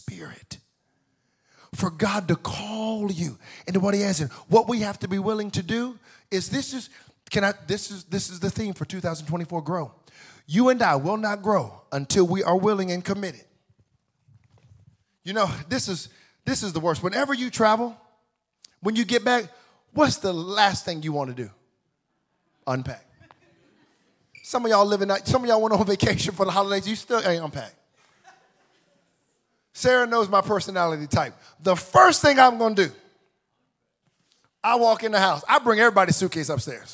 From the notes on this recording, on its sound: Welcome to the first sermon of 2024 at Extraordinary Church